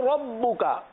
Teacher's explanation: را کو پر پڑھیں گے، با پر تشدید ہے تھوڑا سا جماؤں کے ساتھ